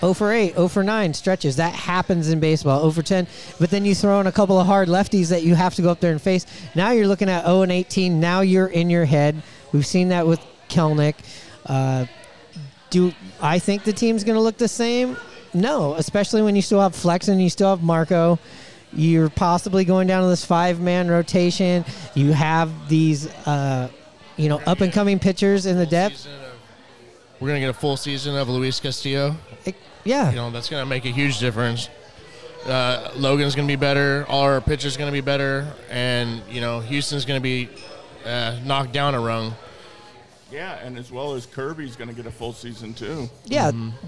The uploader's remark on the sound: Recorded at Murphy's Pub in Wallingford.